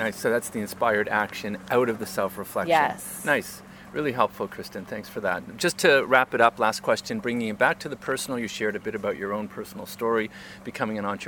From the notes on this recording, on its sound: This interview was recorded at the Imagine Your Workplace 2019 conference.